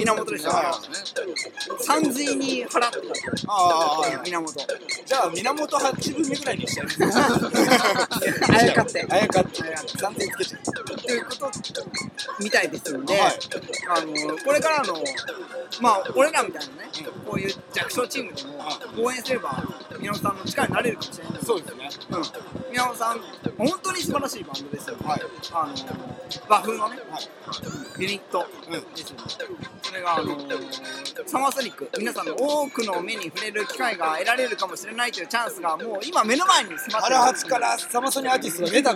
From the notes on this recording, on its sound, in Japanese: 完全屋外収録